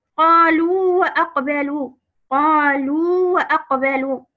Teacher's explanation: الواو المادية بعدها واو متحركة، فهنا لا يجوز الإدغام فيها، فعلينا بالتمكين من المد سواء كان بالياء أو الواو. · Term: مد تمكين